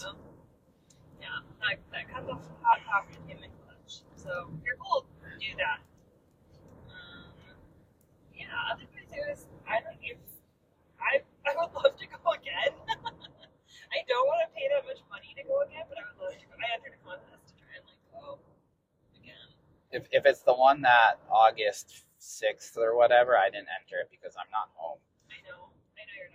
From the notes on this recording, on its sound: We also recorded this from our car while we drove to Boston Calling.